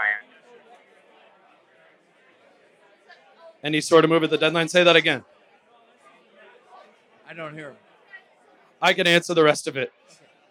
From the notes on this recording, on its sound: WolvesFest 2023. At Falling Knife Brewing Company for a live podcast where they answer in-person listener questions.